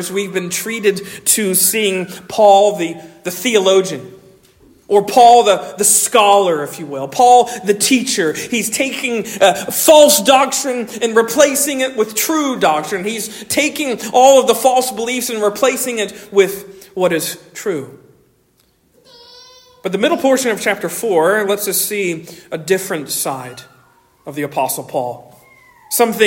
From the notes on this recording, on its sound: Originally delivered on 14 January 2024 at Stonington Baptist Church, Paxinos, PA. At Stonington Baptist Church, Paxinos, PA.